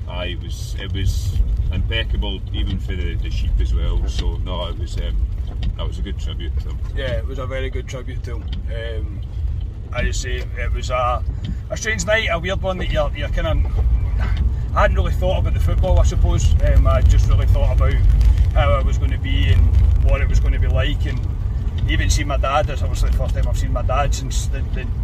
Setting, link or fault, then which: setting, inside a vehicle